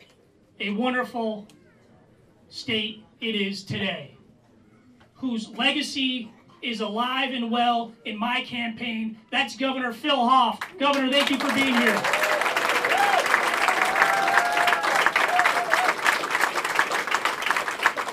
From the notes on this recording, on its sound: at kickoff campaign event in Burlington